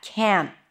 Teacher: can't always has the full vowel, the as in cat, can't, even though the T is barely noticeable.